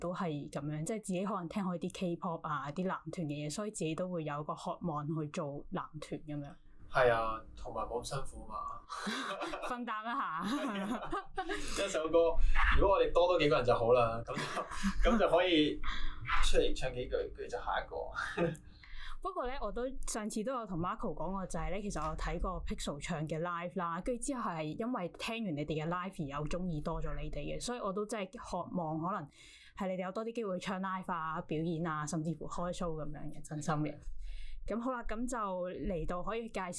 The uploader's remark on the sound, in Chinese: 靚仔到電親我枝咪，今集嘅音質有啲差。